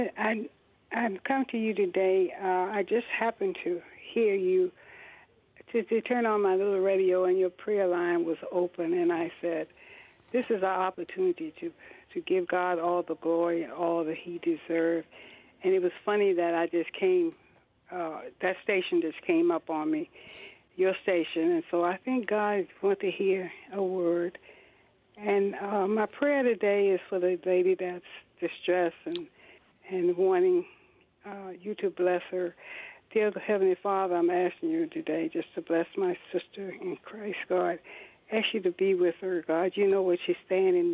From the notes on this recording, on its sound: those who called into today's live prayer meeting